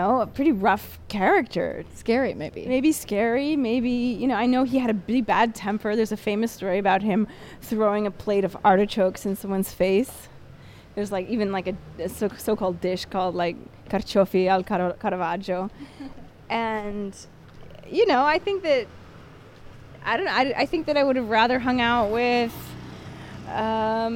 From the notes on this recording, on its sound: A rebroadcast of our walking tour through Rome